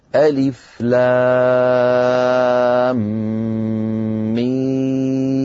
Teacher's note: بينما ميم أيضا نطقها على ثلاثة أحرف أوسطها حرف مد والحرف الأخير منها ساكن سكونا أصليا لكنه غير مشدد يعني غير مثقل، إذن هو مد لازم حرفي مخفف. لازم حرفي مخفف أيضا يمد بمقدار 6 حركات. أعيدها: ألف لام ميم.